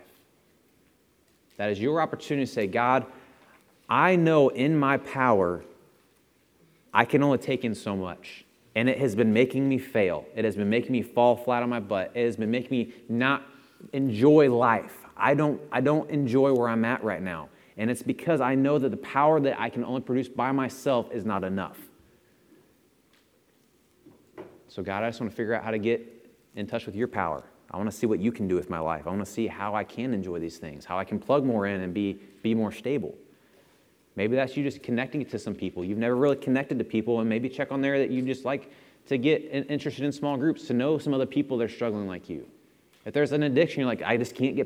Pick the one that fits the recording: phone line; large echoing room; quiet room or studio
large echoing room